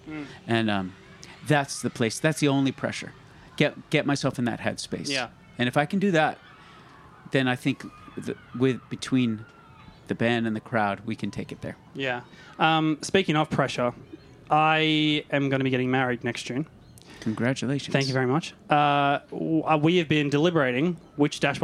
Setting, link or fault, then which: setting, busy venue